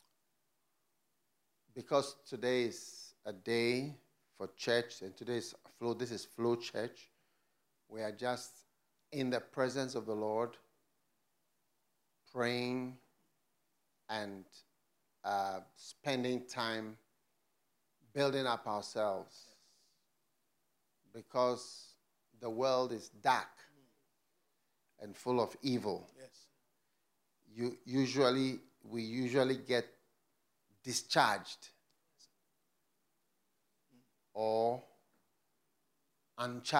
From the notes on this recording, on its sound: Preached at the FLOW Church Service.